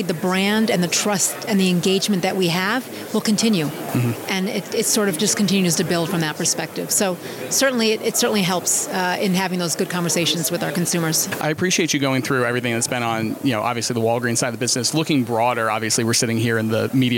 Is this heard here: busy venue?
yes